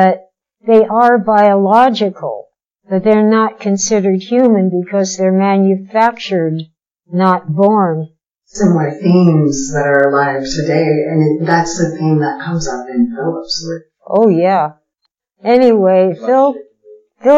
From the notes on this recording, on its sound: Last year's PKD Festival in Fort Morgan, Colorado. This type of on-the-spot interview was new to us, as was our equipment, so you may have to bear with us through some technical difficulties.